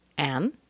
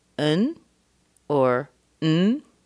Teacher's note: And then with the and, we could say an, without the D. We could say un or n.